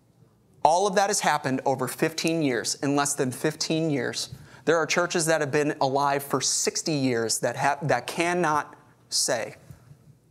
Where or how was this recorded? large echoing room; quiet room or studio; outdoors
large echoing room